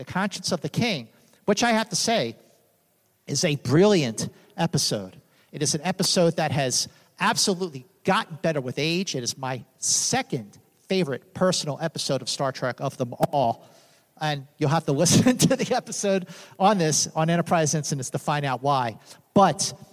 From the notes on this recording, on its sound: Recorded live in front of an audience at Creation Entertainment’s “55 Year Mission” Celebration of “Star Trek” at the Rio Hotel in Las Vegas. Live podcast.